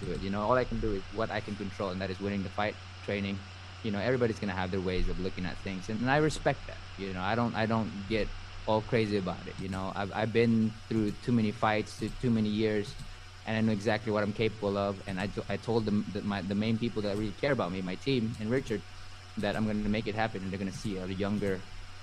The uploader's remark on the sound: Post fight Press Conference